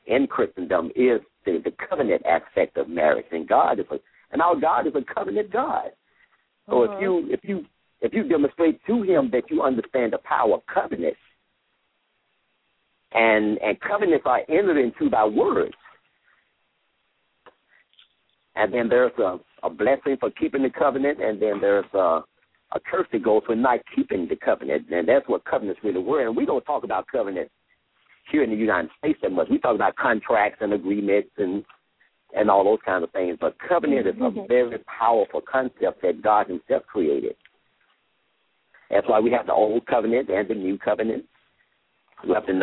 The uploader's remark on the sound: LML uses a progressive live call in format.